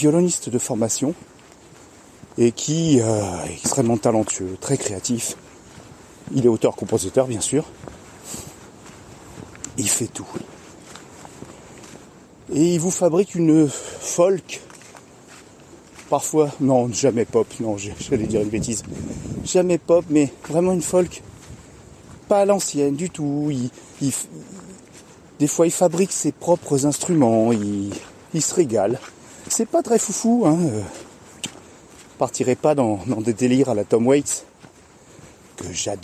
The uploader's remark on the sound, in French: Une autre façon d&#39;enregistrer du podcast : le street cast. Une autre façon d'enregistrer du podcast : le street cast.